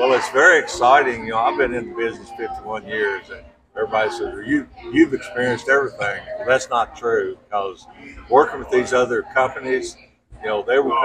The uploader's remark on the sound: at the Kentucky Bourbon Festival in Bardstown